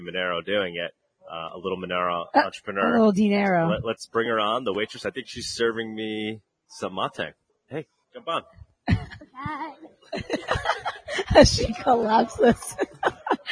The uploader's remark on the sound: LIVE from MoneroKon23 in Paralelni Polis, Prague!